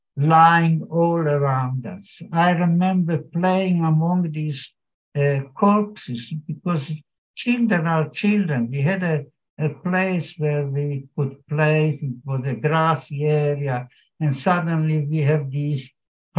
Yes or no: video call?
yes